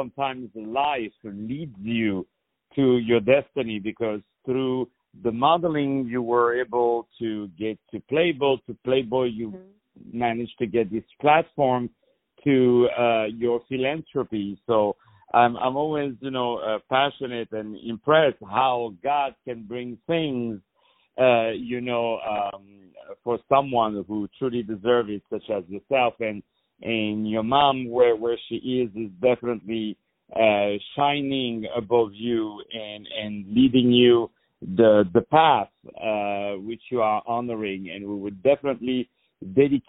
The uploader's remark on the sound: On the phone